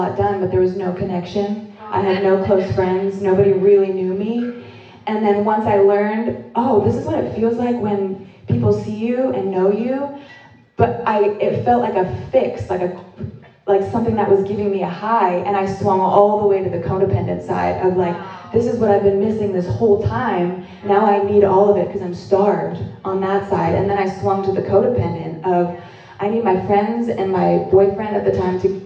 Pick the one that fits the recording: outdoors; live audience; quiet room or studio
live audience